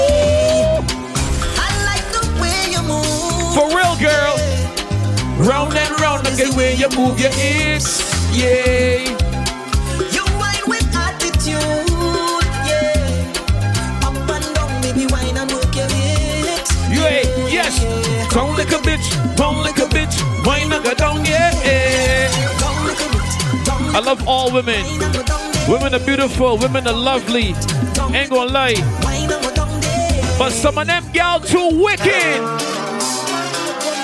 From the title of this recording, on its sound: LE JARDIN DU BELAIR LIVE AUDIO